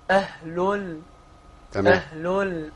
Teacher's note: على تخصيص الحركات تمام أهلول تمام ضم الهاء الأولى مع أسكان ضم اللام الأولى مع أسكان اللام الثانية